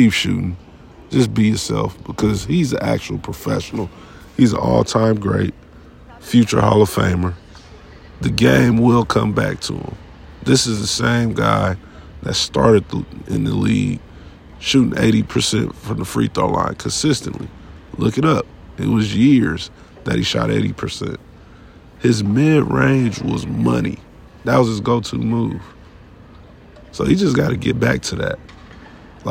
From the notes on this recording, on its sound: This episode was recorded inside the Sacramento Kings arena.